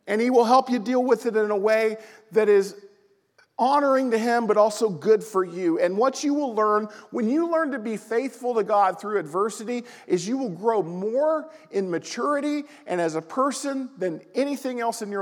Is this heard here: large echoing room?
yes